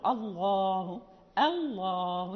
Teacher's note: نرقق الهمزة وننطق باللام مغلظة